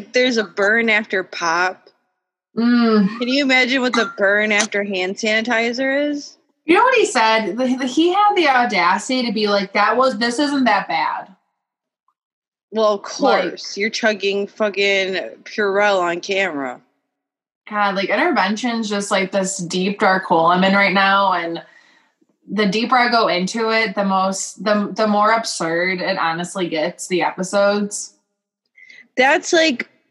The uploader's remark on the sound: Taking it back to the ole’ Zoom chat this week so forgive any audio difficulties. Technology scorns us during this pandemic.